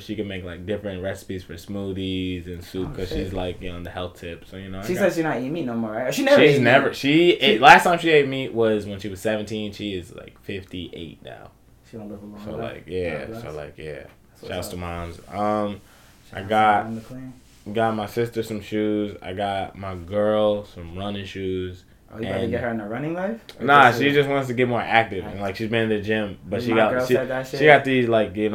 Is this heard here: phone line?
no